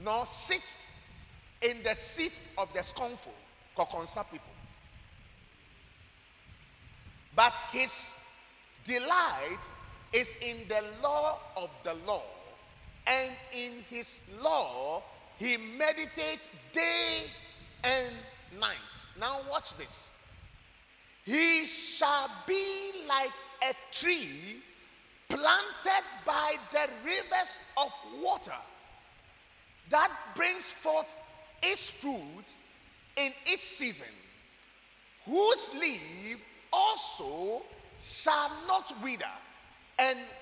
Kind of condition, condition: setting, large echoing room